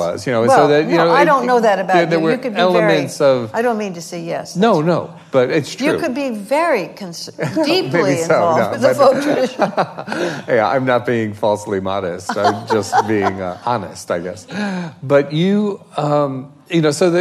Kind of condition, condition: setting, live audience